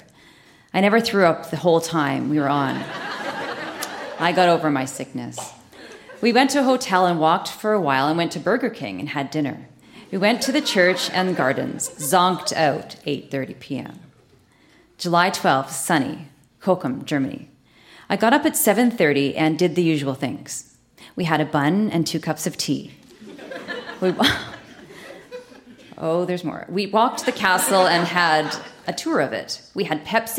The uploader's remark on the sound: Recorded live at the Royal Cinema in Toronto.